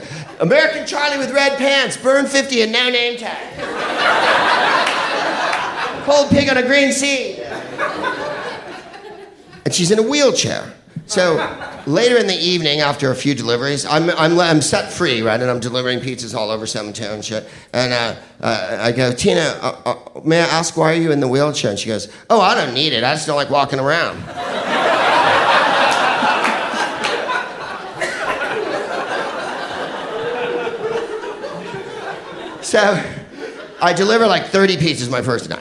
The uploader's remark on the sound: Live from San Francisco. At our Feb 2013 Sketchfest show.